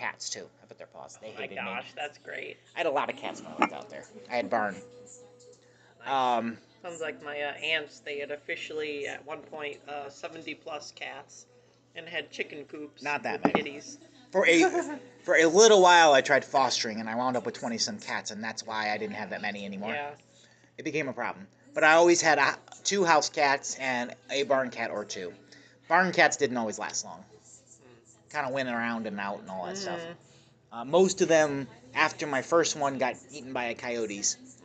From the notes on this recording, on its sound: A sit down at Lagano's Cafe (Eastlake, OH)